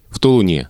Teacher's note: и ударение переходит на окончание – в Тулуне.